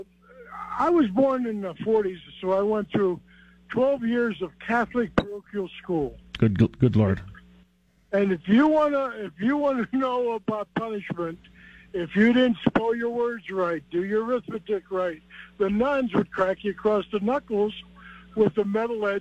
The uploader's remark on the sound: takes your phone calls on News Radio KKOB